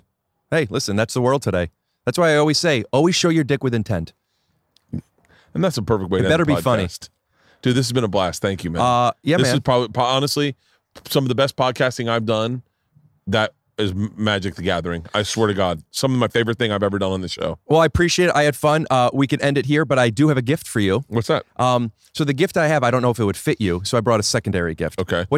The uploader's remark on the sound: Today I sit down outside